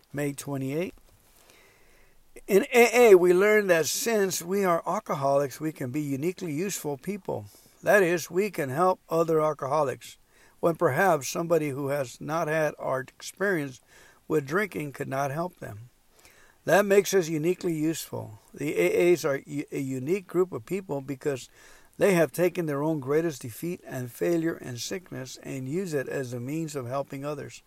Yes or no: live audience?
no